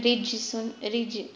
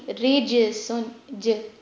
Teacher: جیم پر کلکلہ بہت کلیئر اور دبا دبا نہیں ہونا چاہیے · Shown in: second take · کہ جیسے ہم بولیں رجس رج ہلکی سی آواز نہیں بلکہ